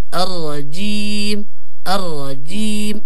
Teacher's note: تفخيم الراء في كلمة أر مع كسر الجيم الرجيم الرجيم